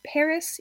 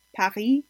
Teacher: maybe a slight aspiration, but much, much less than in English. · Shown in: second take · And this applies to the beginning of stressed syllables.